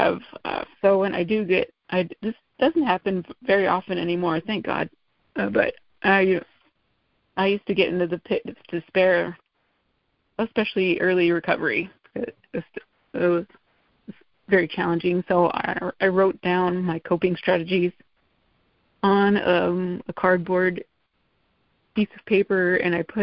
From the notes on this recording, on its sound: Lead at MAWPM's "Saturday Night Live" meeting. MA Meetings by Phone.